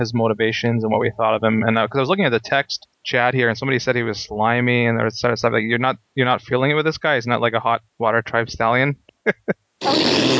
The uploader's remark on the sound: We deal with some heavy lag spirits and manage to podcast despite the technical difficulties.